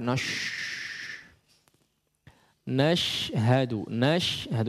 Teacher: Nashhadu pakai shin yang kedua bibirnya tidak perlu dimonyongkan. Nash. Nashhadu, nashhadu kecuali dia berharakat dhammah ya.